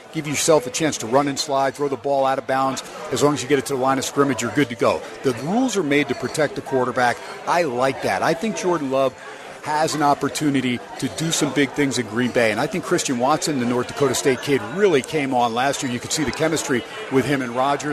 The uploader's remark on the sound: SPORTSXRADIO HUMP DAY AT STEINERS PUB. "Live" from #SteinersPub in #LasVegas.